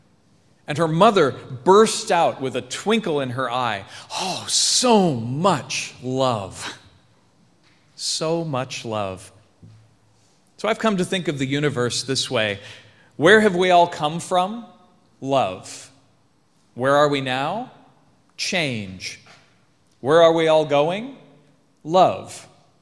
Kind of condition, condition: setting, large echoing room